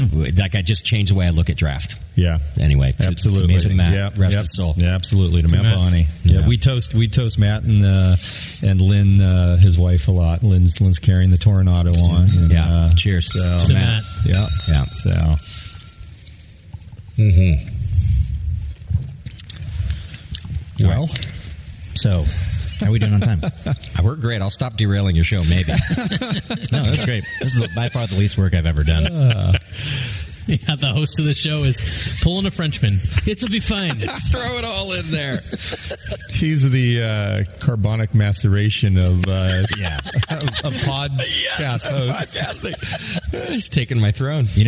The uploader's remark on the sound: Live From Russian River Brewing Company. At his famed Russian River Brewing Company's new location in Windsor, California for some live pod.